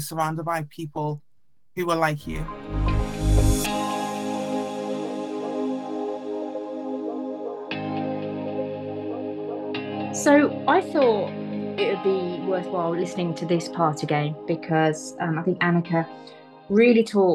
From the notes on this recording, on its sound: Boot up the old Zoom for their first remote episode.